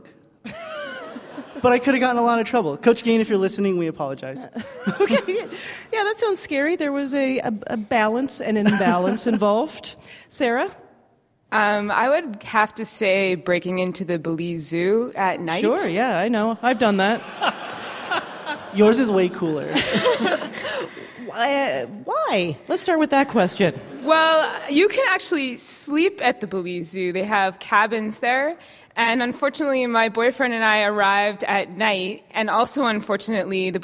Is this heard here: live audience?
yes